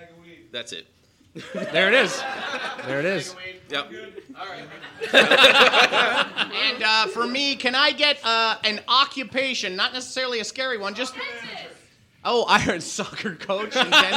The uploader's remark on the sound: It's our first live episode! We come to terms with actually having an audience.